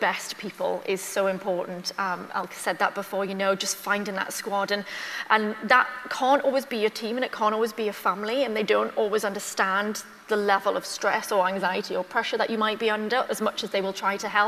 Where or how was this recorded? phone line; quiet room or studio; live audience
live audience